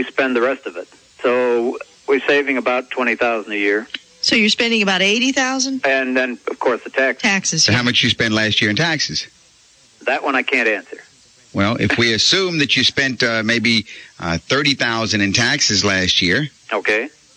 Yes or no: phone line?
yes